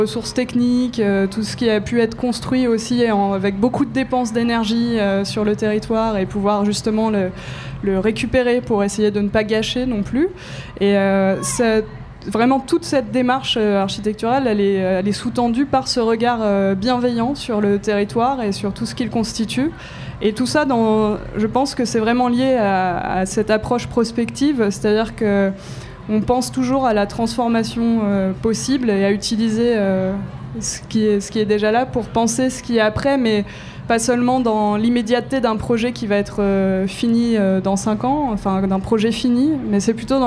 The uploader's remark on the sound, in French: Une émission débat enregistrée à la Grande Halle de la Villette, dimanche 13 décembre 2015, lors du Festival Freestyle. TEPOP occupait le vaste espace en mezzanine sur le Balcon n°1 de la Grande Halle de La Villette, pendant le festival FREESTYLE (skatepark, Hip Hop, DJ sets, street market, BMX…) ouvert à tous gratuitement. L’animation et l’enregistrement de ces débats étaient assurés par L’œil à l’écoute.